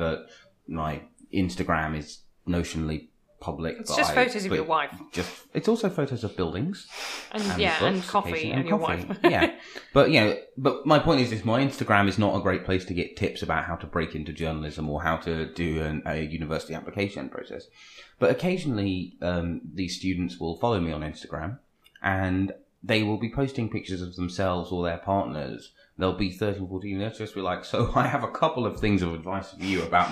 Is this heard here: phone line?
no